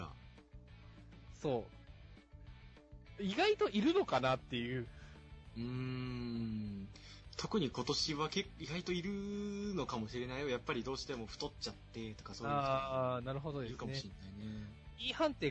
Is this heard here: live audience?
no